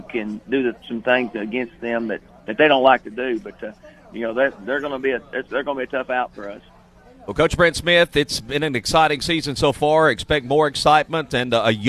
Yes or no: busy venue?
yes